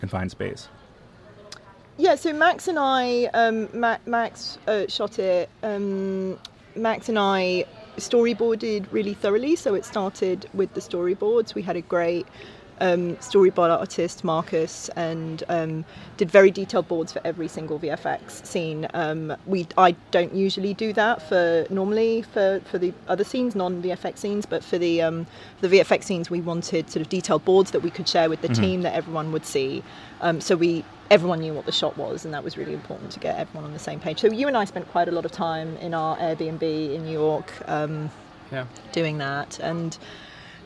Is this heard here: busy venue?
yes